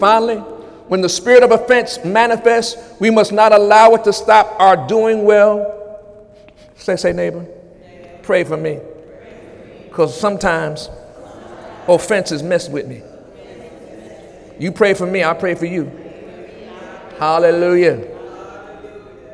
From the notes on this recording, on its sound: During Sunday morning service on July 23, 2017